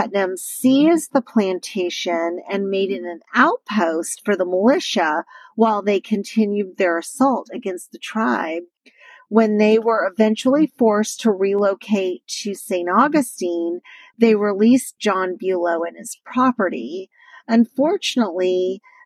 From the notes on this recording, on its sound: back in the car